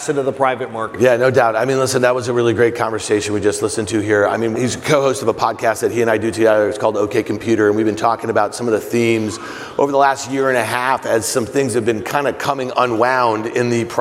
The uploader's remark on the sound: Have a chat at the iConnections Global Alts Conference in Miami. Have a chat at the iConnections Global Alts Conference in Miami.